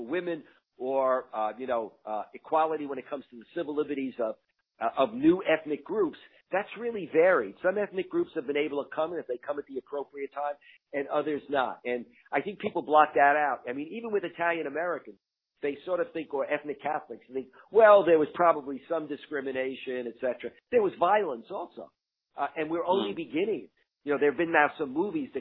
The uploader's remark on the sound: talks over the phone